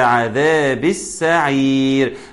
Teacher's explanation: كلمة السعير اللام فيها شمسية وبالتالي حكمها الإدغام، والدليل فيها إن السين بعدها مشددة، وبالتالي بننتقل من الباء المكسورة عذابي إلى عذاب السا، من الباء المكسورة للسين المفتوحة.